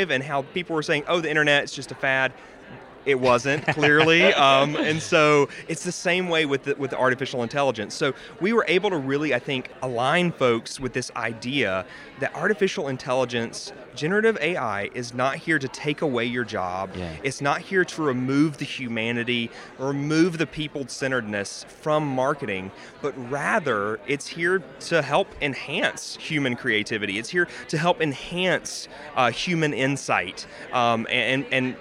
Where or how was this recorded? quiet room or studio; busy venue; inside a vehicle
busy venue